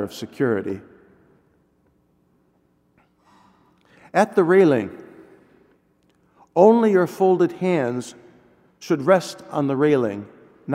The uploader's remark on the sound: delivered at all Masses